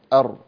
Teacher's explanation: يعني لا يمكن أن تنطق الراء من غير تكرير، لكن التكرير لابد ألا يظهر وأن يبالغ فيه. أر ضربة واحدة سوف يرتعد اللسان في مكانه ثم تكمل، فننتبه إلى تكرير حرف الراء، ألا نكرره، ألا نبالغ في تكرير حرف الراء.